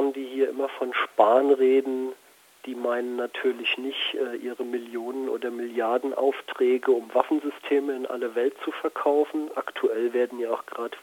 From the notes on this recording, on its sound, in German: Telefoninterview